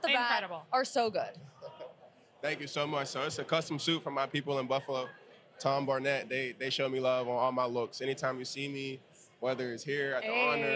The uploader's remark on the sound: Live From the NFL Honors Red Carpet! Live from the NFL Honors Red Carpet in Las Vegas!